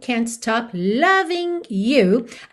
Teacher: Apóstrofo aí substituindo essa letra G, o que é muito comum numa linguagem informal, já que essa letra G da terminação ING não é pronunciada